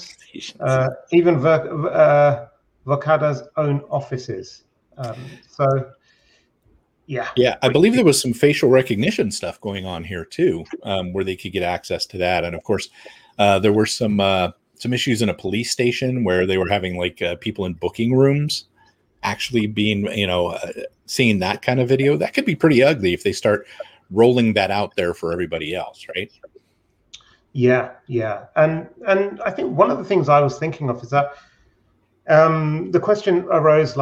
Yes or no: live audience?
no